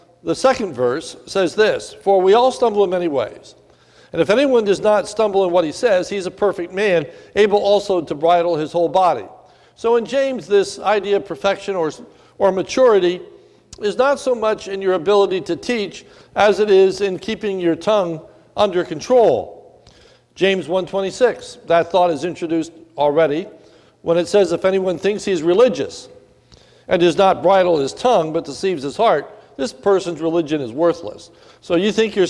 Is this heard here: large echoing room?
yes